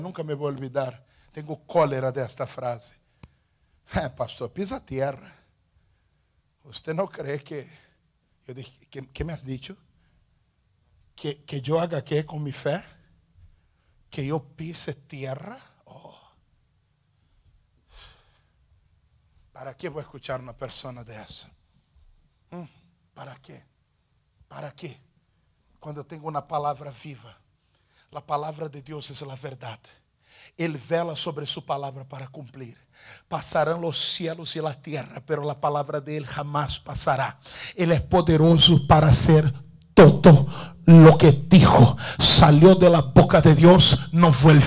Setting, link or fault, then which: setting, large echoing room